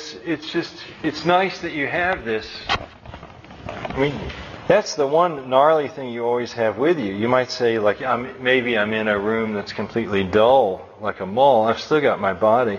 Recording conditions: large echoing room